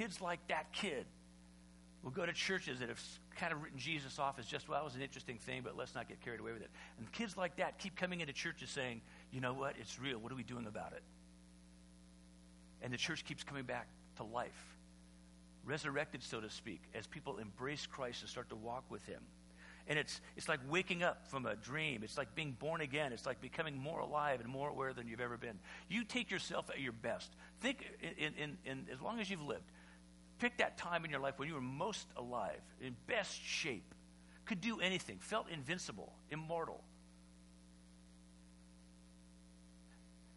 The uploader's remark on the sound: Easter Sunday Service (sermon only)